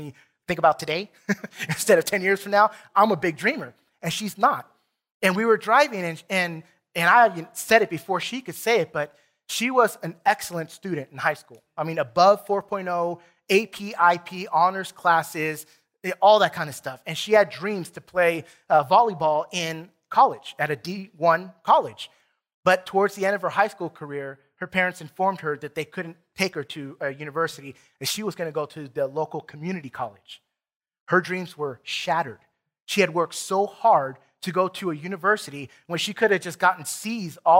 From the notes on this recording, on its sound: Recorded from South Gate Fellowship in Duncanville, TX on Sunday, September 5, 2021.